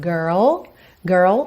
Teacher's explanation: Primeiro faz o R, girl, girl, depois põe o L, girl. · Term: R enrolado